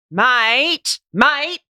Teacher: the double mate with the different vowel length, the diphthong at the beginning and the short one at the end. This is the way Australians will speak to each other as blokes.